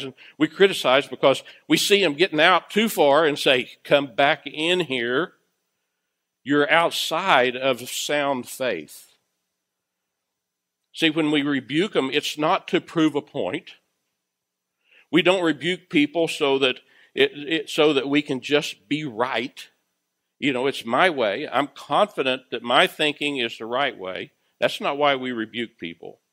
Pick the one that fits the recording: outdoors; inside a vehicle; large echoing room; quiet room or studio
large echoing room